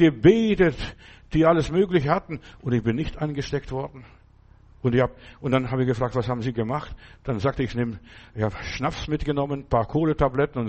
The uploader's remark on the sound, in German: im Gemeinde-Zentrum in Berlin aufgenommen